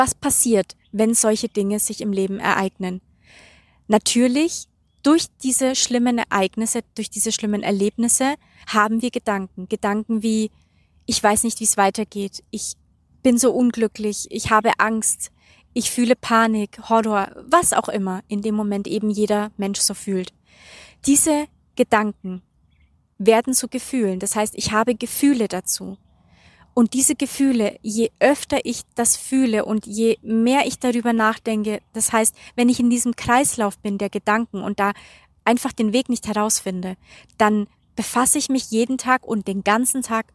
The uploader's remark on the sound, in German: Diese Podcastfolge wurde noch in Südafrika aufgenommen und enthält also, trotz des schweren Themas, wundervolle Energien und Naturgeräusche.